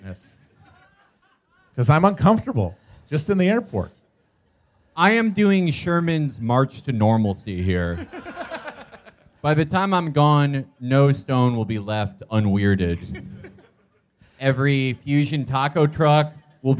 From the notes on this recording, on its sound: Live at SXSW. Our live show from the South by Southwest festival in Austin, TX.